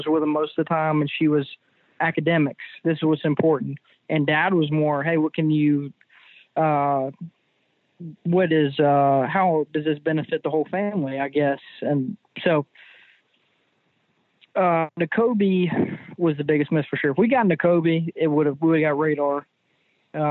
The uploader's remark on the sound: joined on the Modern Woodmen phone line